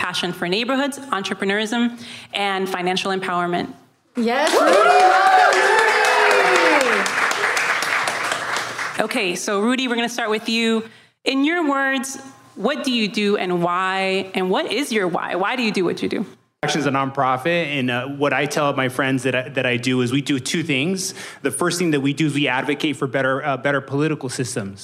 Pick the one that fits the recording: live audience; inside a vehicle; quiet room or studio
live audience